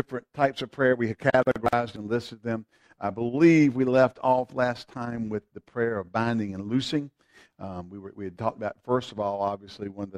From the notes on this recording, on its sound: FVC Wednesday Evening Service (Audio). Faith and Victory Church of the Piedmont Triad.